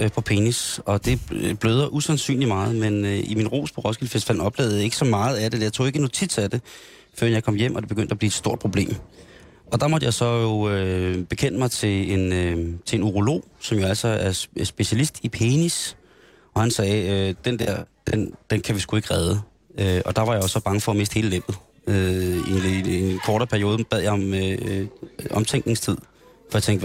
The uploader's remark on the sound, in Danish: Der sendes live fra Musikhuzet i Rønne på Bornholm.